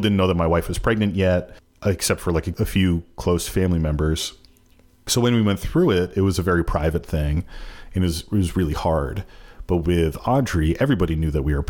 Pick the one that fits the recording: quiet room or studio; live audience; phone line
quiet room or studio